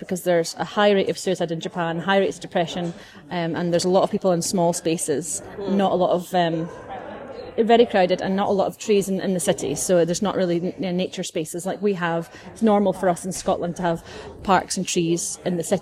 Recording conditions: background noise